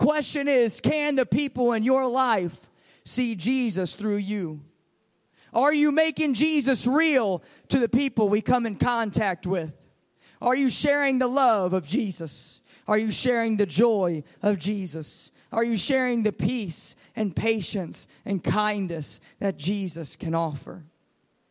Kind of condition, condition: setting, large echoing room